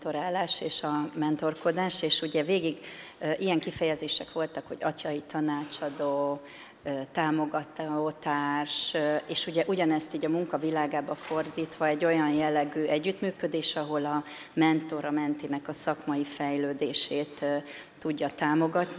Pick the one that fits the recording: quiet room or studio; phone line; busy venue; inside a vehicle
busy venue